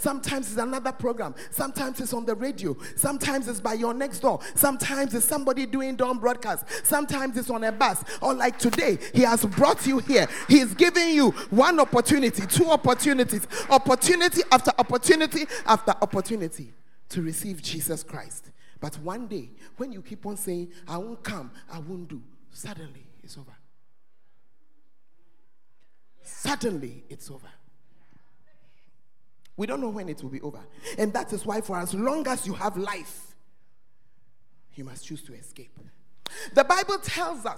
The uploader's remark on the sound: Preached at First Love Center Ayeduase